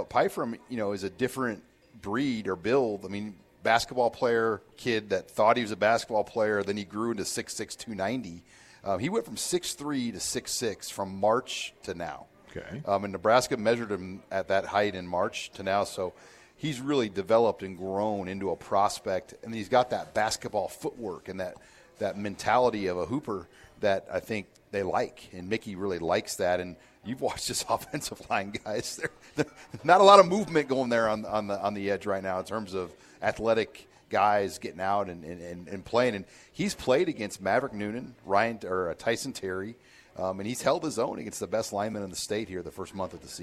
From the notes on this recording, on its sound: Live from Tanner's